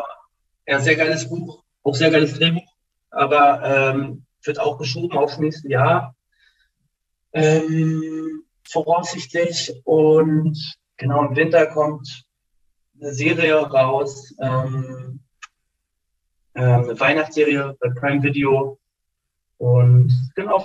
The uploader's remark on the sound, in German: via Zoom gesprochen